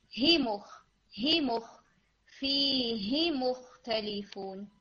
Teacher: फी यामद है, इसको खींचे, हा को क्विक करें, ही मुख फीही मुख्तलिफुन, कि वो अगले वाले लेटर के साथ जल्दी जाएगा।